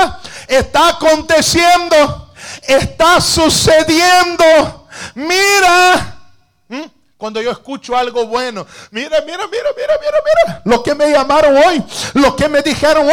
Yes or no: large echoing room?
yes